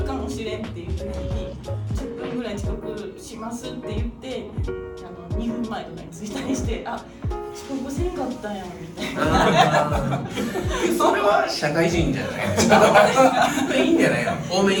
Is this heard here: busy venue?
yes